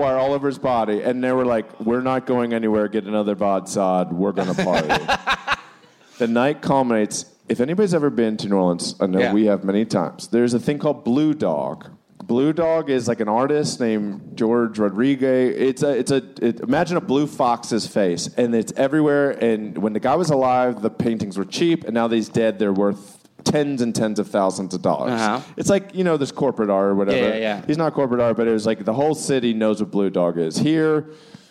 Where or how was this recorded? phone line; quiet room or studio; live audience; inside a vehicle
live audience